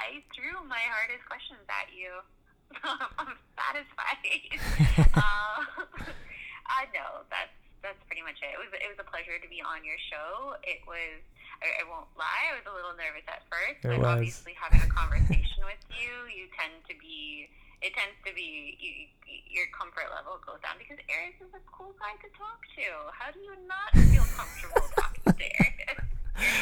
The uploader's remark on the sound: Is also our first "over the phone" conversation...so technically, not really a "sit down".